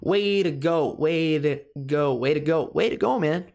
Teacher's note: Way termina com i, né? Um som de vogal, e daí a gente já engata no na reduçãozinha de to. Tá aquela batidinha lá no céu da boca.